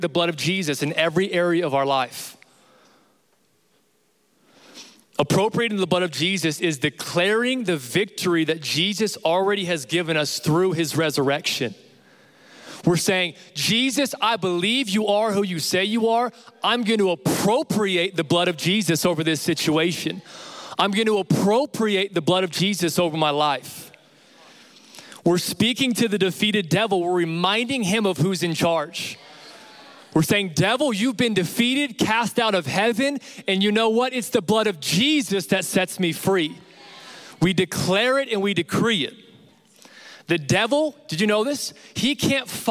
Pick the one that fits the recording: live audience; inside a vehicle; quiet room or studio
live audience